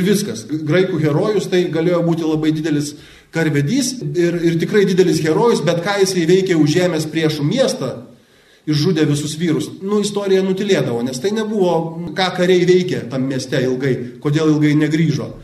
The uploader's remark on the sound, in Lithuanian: Įrašas iš šeimų festivalio.